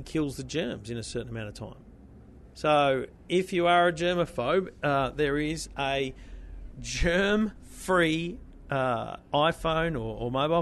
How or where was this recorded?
busy venue